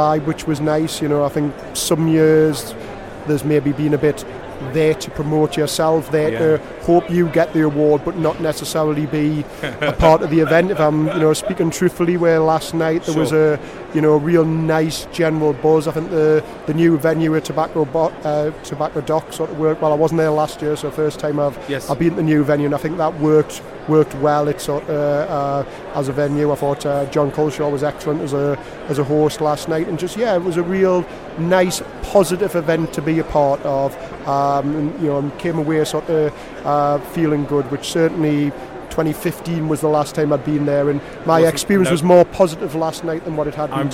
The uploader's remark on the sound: LIVE show from stand D120 at BETT2018. The equipment that we use costs less than £3,000.